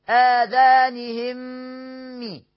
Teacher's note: يعني هتبقى ميم واحدة مشددة. آذانهم مي، أصلها آذانهم مي، لكن هتضغم الميم الأولى، في الميم الثانية تبقى ميم واحدة. · Term: الإدغام